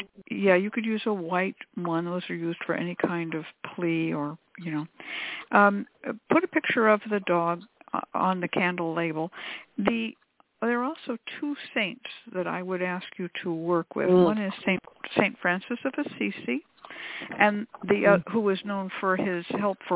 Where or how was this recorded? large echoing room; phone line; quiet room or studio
phone line